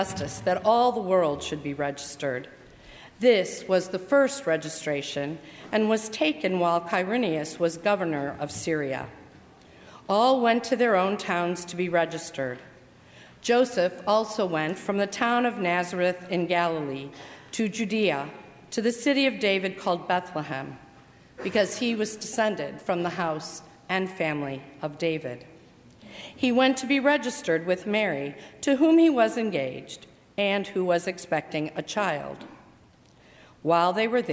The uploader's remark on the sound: during the 8:00 PM Christmas Eve service on Sunday December 24, 2018, at First Presbyterian Church of Arlington Heights, Illinois.